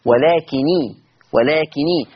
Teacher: ورش خفف النون ما بقتش مشدده فبقت مكسوره لالتقاء الساكنين